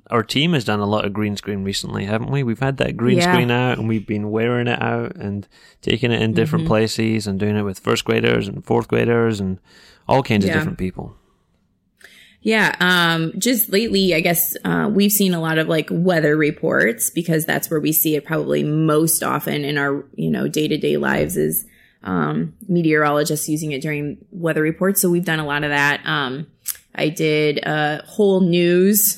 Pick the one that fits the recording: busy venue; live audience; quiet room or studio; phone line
quiet room or studio